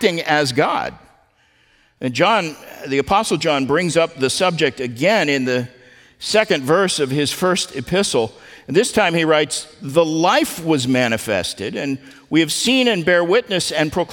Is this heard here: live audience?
yes